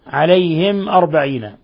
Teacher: ميم ساكنة جاء بعدها الهمزة، حكم التجويد إظهار شفوي، إظهار شفوي.